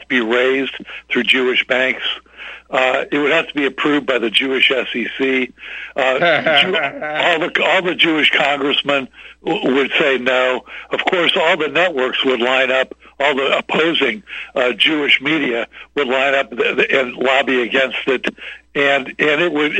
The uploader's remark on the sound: opens phone lines for callers